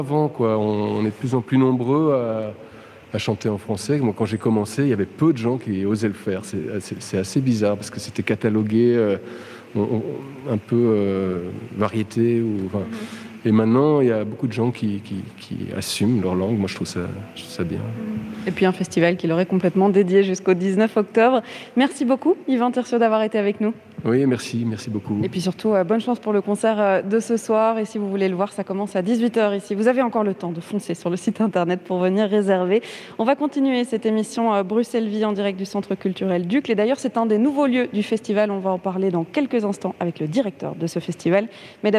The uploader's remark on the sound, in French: Bruxelles vit ! – Depuis le festival Francofaune.